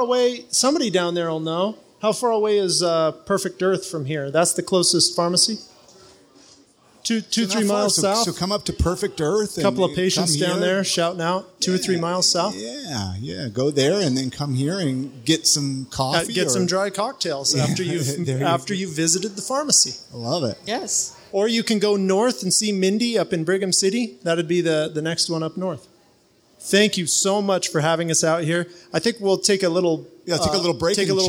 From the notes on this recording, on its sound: This episode was recorded live at WB's in Ogden, Utah.